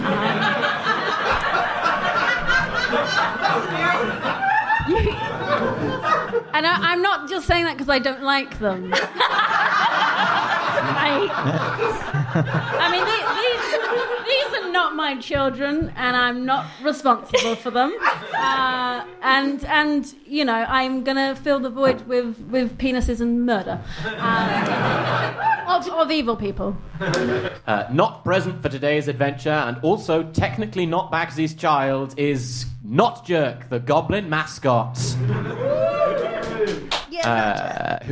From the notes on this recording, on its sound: Audience suggestions for this episode